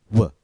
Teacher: Your lips should start in the same position as the vowel OO, like in the word moon. Your lips should be forward and tense, like you're about to kiss somebody or you're making a fish face. Then move them back quickly and vocalize at the same time. W. So it's a forward and back motion as you vocalize, as you make sound. · Term: W sound